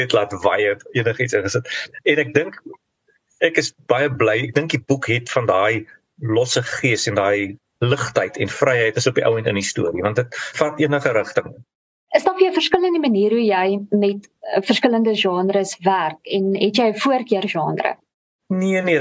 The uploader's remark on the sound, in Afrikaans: vanuit sy huis in Nieu-Seeland via Zoom